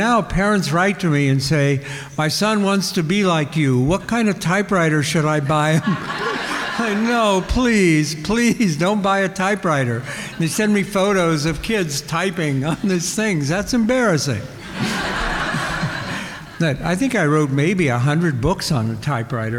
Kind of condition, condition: setting, live audience